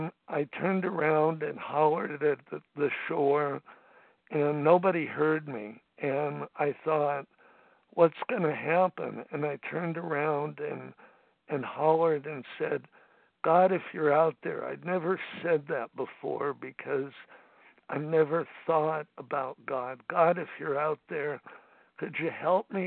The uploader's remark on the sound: 100 Pounders Phone Meeting, 9/26/23.